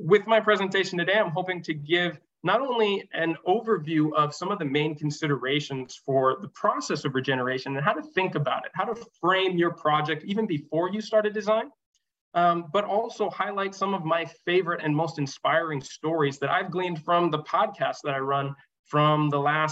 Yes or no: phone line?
no